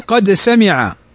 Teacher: مثل قد سمع عدد، قد سمع الأول ساكن والثاني متحرك، قد سمع الدال ساكنة، فالدال والسين متقاربة في المخرج، إذ مخرج الدال والسين طرف اللسان. فالدال تخرج من طرف اللسان مع أصول الثنايا العليا، وأما السين فتخرج من طرف اللسان مع ما بين الأسنان العليا والسفلى · Term: المتقاربان